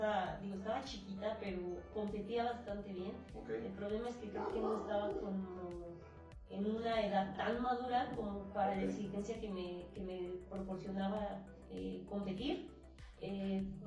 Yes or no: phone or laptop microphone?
yes